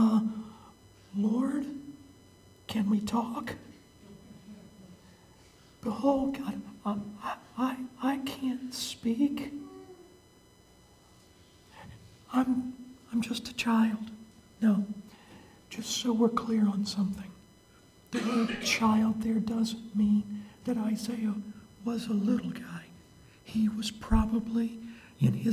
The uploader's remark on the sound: The sermon was preached at Maranatha Bible Church on July 15, 2018.